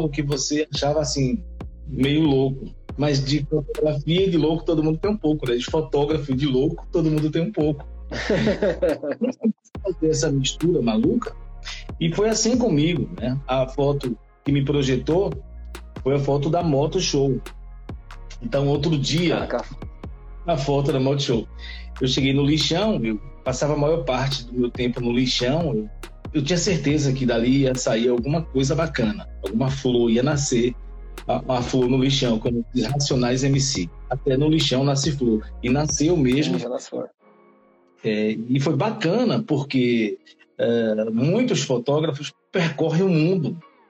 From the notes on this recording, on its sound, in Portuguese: Os episódios são gravados em lives do Instagram